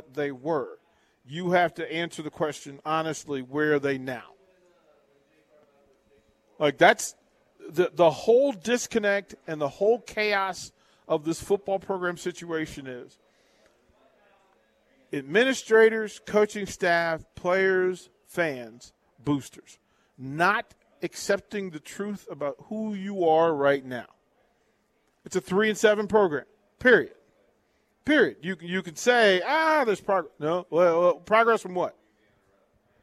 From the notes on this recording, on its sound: Live from Wingstop - 28th & Pine Lake